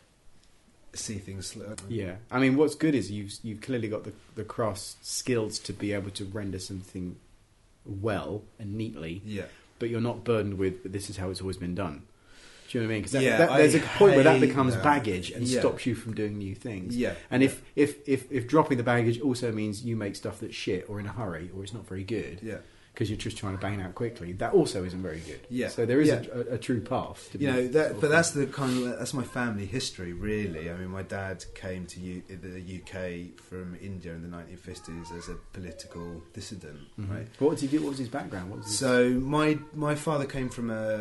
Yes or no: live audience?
no